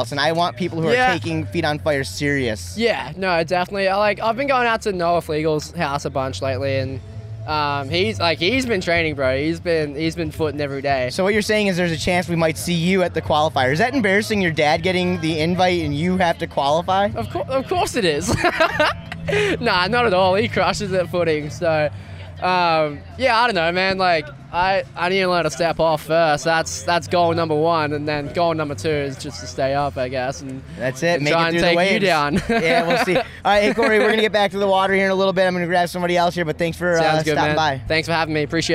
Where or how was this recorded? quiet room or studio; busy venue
busy venue